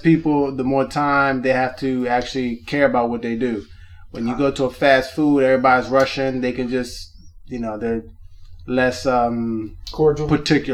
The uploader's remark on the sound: All Episodes are recorded at work or home. In our desire to deliver an authentic, organic experience to the listener, sometimes the background will reflect this “At Work” atmosphere. As we progress, our sound quality will improve, we appreciate your patience and understanding.